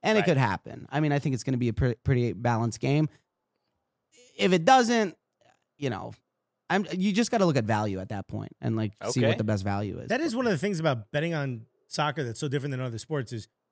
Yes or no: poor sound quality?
no